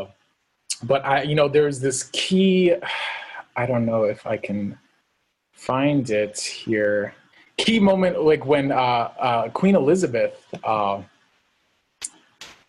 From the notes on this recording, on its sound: During a one-hour online event. Each presentation is followed by a moderated Q&A with questions coming from the live virtual audience on Zoom.